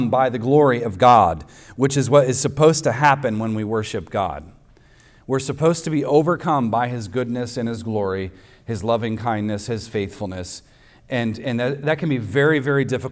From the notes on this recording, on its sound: At the weekly worship gathering of Cross & Crown Church.